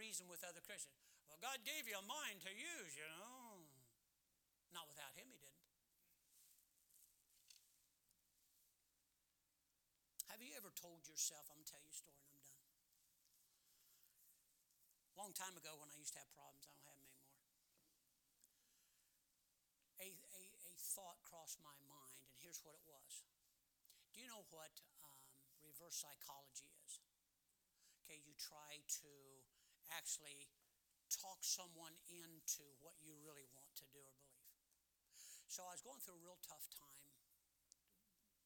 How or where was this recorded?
large echoing room